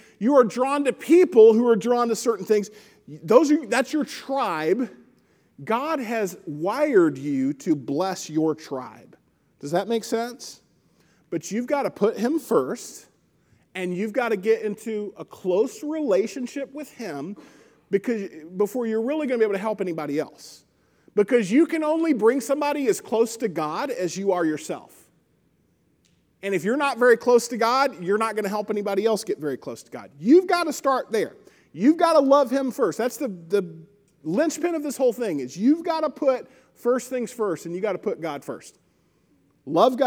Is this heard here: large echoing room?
yes